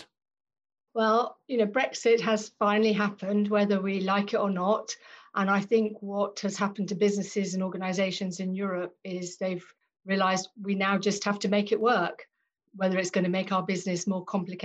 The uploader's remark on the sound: Joined over Zoom.